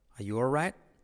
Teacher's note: La L casi no se pronuncia.